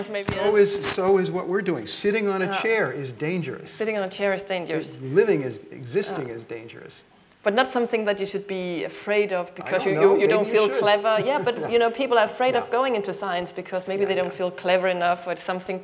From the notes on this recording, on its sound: This podcast, recorded during the 7th Science Salon, takes you on a wonderfully fun and thoughtful journey into the world of science. In Copenhagen.